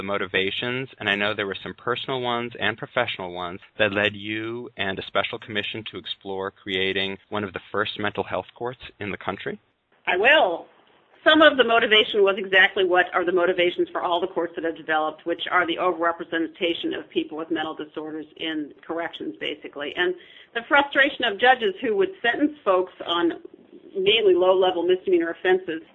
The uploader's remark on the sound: Today I have on the phone two experts